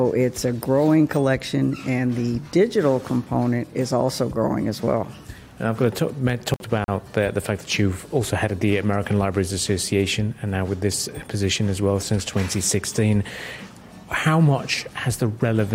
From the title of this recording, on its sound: Pulse 95 Live from SIBF 21